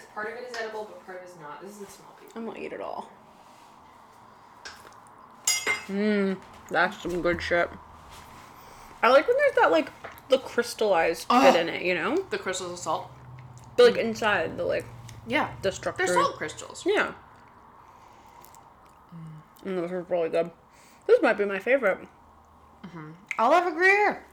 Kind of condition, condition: fault, background noise